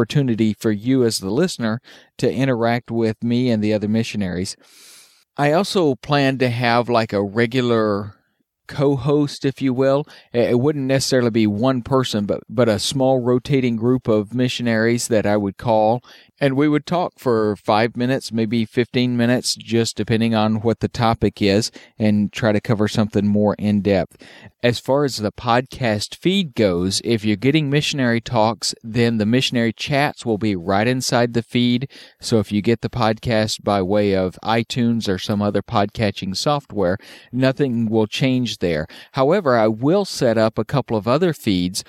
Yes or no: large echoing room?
no